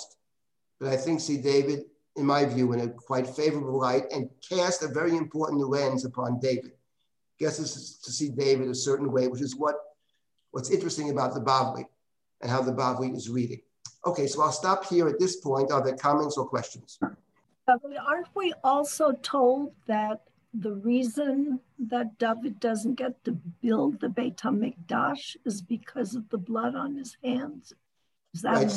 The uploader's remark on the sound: This audio was originally captured from Zoom.